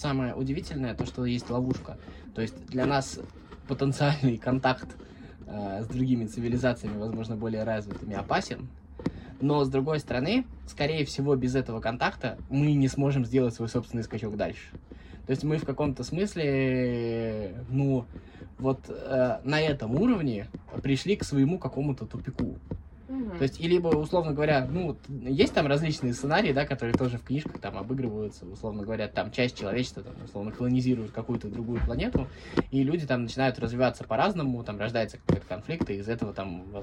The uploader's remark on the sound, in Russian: Просим прощения за звуки улицы, которые врываются в наш подкаст.